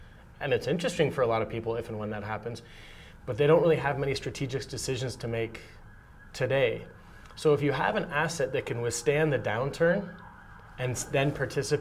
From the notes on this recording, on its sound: at the 121 London Mining Conference